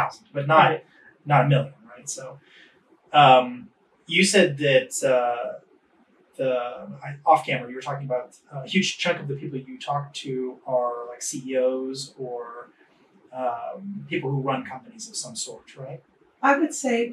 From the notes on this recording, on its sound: Please bear with us as we had to rely on camera audio due to technical issues.